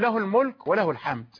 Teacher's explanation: هذه الهاء هاء الضمير لا يصلها أحد، لا يصلها أحد لأنها بعدها ساكن، فلو وصلت وقلت له كيف تقول له الملك، لا أحد يفعل هذا، ولا يقول له الحمد، يقول له الملك وله الحمد، يمنع، تمنع الصلة.